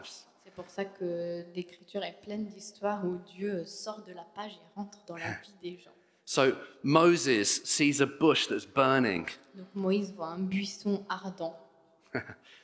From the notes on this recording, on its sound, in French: Enregistré à l'église CVV, le 03/04/2022